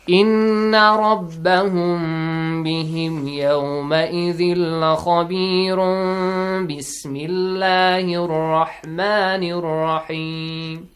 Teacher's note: When tanween reaches, okay, or approaches the letter ba, so in this case, that noon sound will be changed to meme sound. That's why there is a small meme on the top. · Term: iqlab